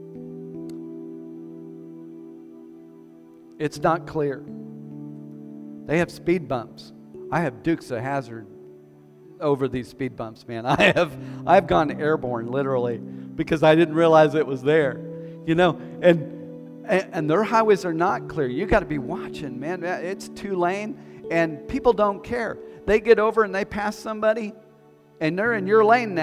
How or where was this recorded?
large echoing room